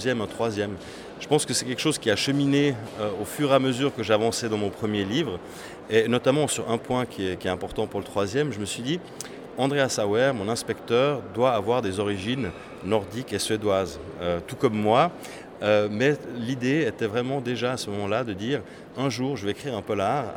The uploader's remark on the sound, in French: je suis à Lyon au festival Quais du Polar